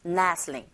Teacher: Nestling. T 발음 역시 안 들리죠.